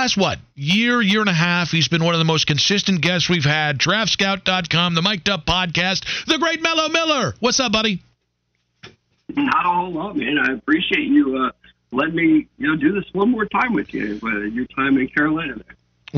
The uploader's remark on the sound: Legendary station callers, call